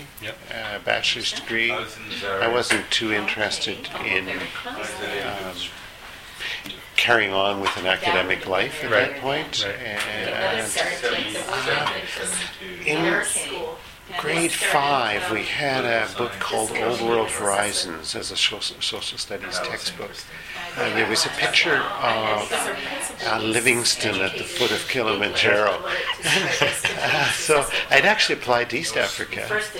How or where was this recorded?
busy venue